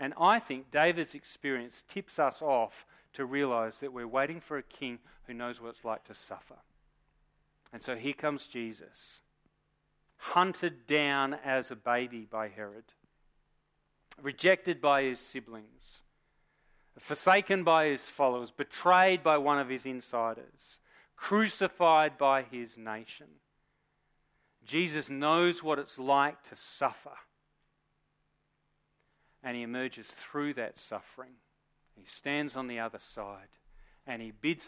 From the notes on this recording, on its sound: Recorded live at Morley Baptist Church